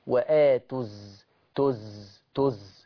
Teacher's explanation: ده أنت دخلت من التاء على الزاي يا شيخ، طب فين الواو؟ حذفت. · Term: الحذف لفظا